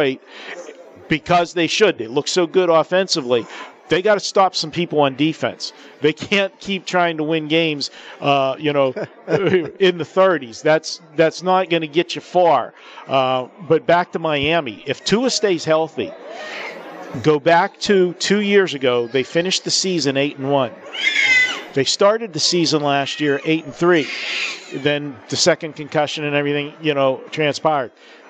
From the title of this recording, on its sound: Live from the Super Book at the Westgate Las Vegas